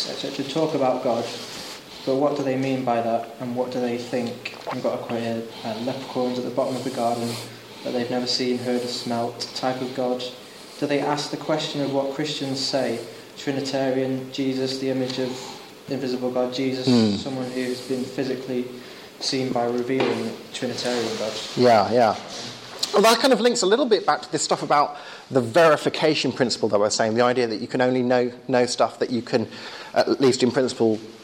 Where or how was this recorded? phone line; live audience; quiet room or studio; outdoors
live audience